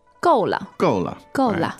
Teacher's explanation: So fourth tone, 够, and neutral, 了.